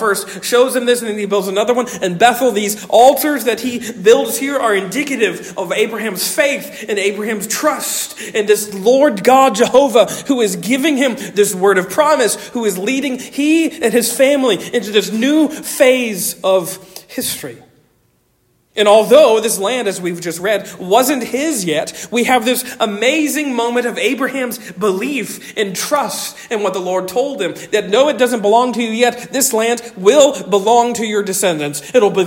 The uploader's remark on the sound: Originally delivered on 26 November 2023 at Stonington Baptist Church, Paxinos, PA. Originally delivered on 26 November 2023 at Stonington Baptist Church, Paxinos, PA.